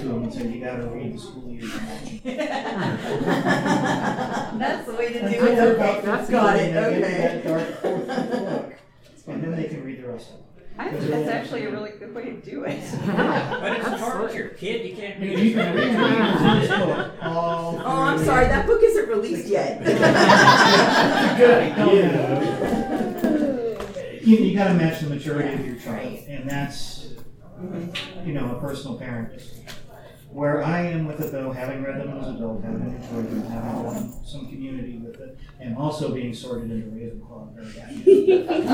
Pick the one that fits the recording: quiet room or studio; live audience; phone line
live audience